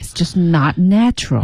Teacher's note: 然后后面那个 just not natural, not 还进行了一个重读